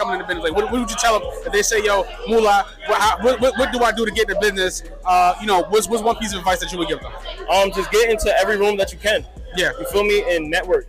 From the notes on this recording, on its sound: live at the Tunage Showcase